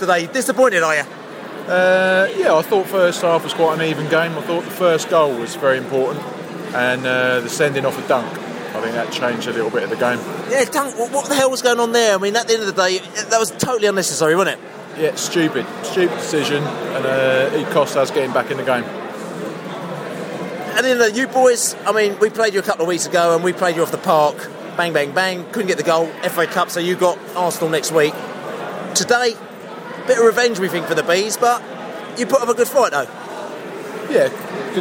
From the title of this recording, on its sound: post-match podcast from the train